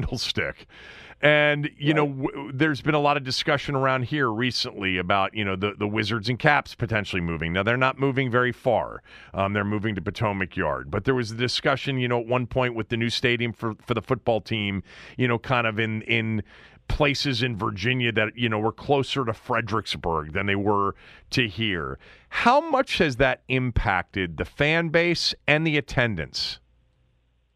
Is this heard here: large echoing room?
no